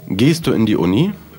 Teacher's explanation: То есть ударение вот на последнее слово обычно, и голос поднимается э, к концу предложения. То есть обычно э, последний ударный слог, он как-то поднимается, повыше произносится, а, чем и, остальное. · Term: интонацией вопроса